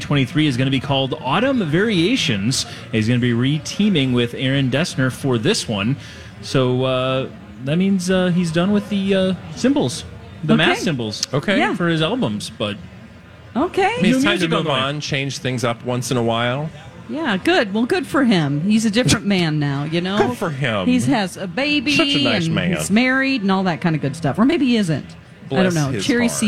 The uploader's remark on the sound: live from the Minnesota State Fair!